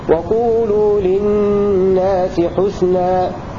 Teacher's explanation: بضم الحاء وإسكان السين